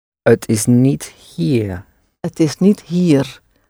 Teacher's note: Roll that little R at the end, just that little bit.